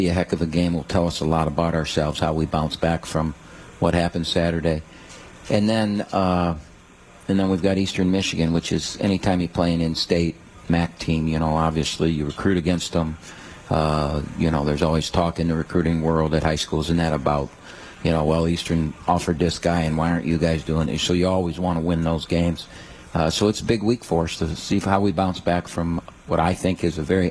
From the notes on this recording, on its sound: live from RJs Pub in Rochester Hills